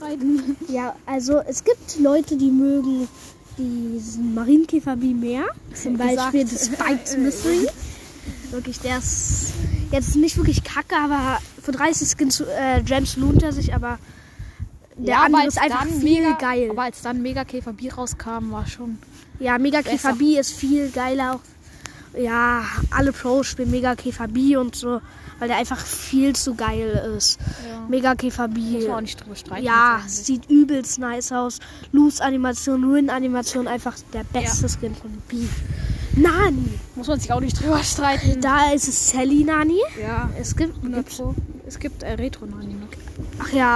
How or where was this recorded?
outdoors